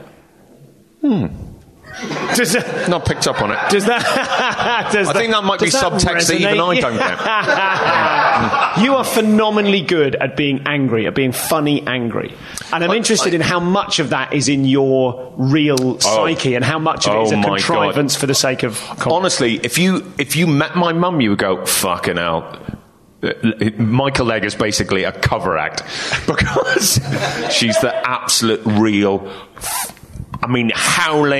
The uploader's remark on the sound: Live at Objectively Funny Festival